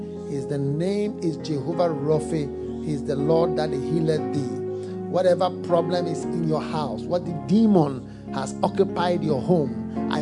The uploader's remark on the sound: Preached at the FLOW Good Friday Service.